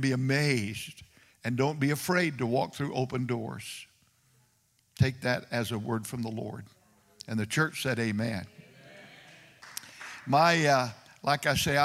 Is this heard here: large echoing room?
yes